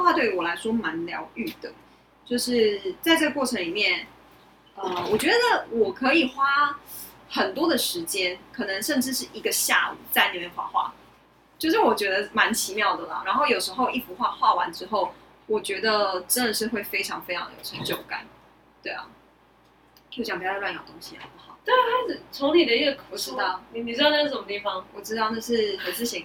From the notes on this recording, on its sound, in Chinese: 本集收音有狀況，收聽時有空曠環境感是正常的喔